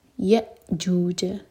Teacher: یا جوج حمزہ پر cut off sound ہوگا جھٹکا نہیں آئے گا قلقلہ نہیں کریں گے